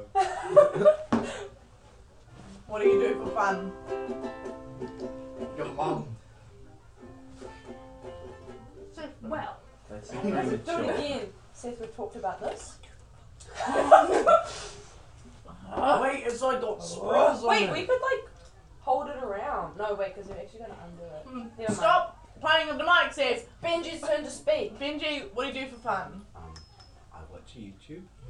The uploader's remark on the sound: There is a lot of laughing in this, also sorry for any bad microphone quality we had to get rid of our old one.